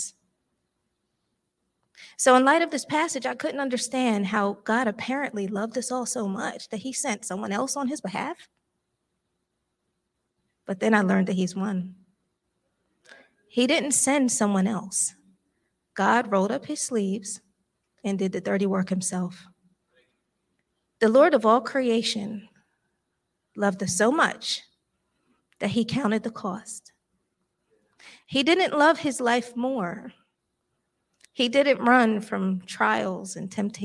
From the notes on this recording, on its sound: This JAT was recorded live on December 25th 2022 at Newark United Pentecostal Church.